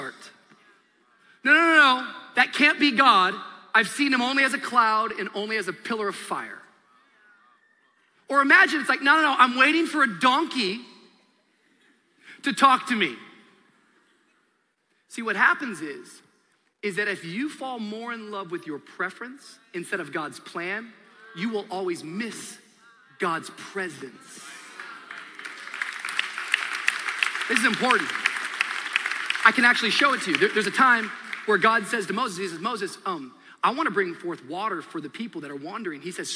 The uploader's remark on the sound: Shares live from Anniversary Sunday in this special message, Fresh Start.